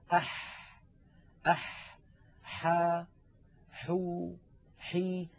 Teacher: الحاء أيضا يا إخوة من وسط الحلق